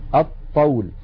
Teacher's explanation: فإذا يحولون لام التعريف إلى الحرف الذي جاء بعدها، مثلا هذا المثال الطول، يحولون اللام إلى طاء فيصير عندي طاءان، طاء ساكنة وطاء متحركة أي متماثلان، والأول ساكن فيدغمون الطاء الأولى في الثانية فيقولون الطول.